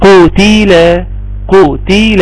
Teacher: القاف مفخمة، قو التاء مرققة، تي اللام مرققة